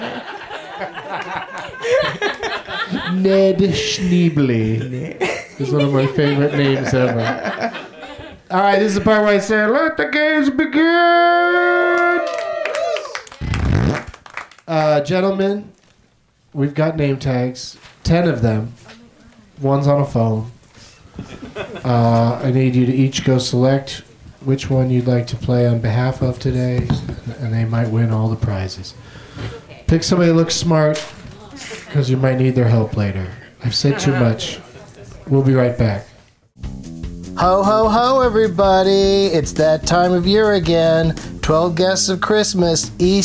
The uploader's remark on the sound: Live from the UCB Theatre